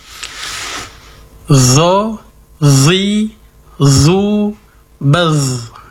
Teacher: Jadi untuk zo juga memiliki sifat isti'la, terangkatnya pangkal lidah.